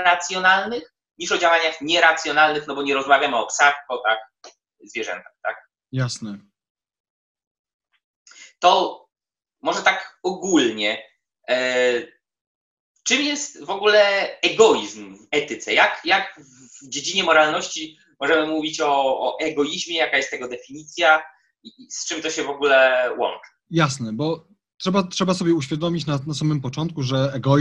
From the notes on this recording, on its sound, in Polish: prosimy o wyrozumiałość w kwestii jakości technicznej i wszelkich niedoróbek obrazu i dźwięku